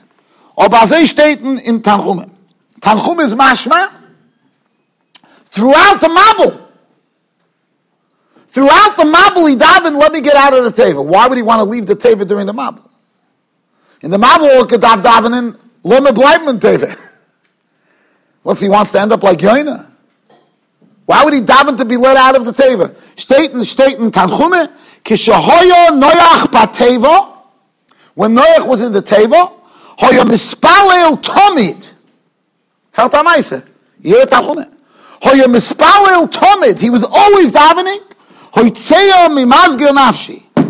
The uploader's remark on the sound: Shiur recorded in Yeshivas Ohr Reuven, Monsey, NY.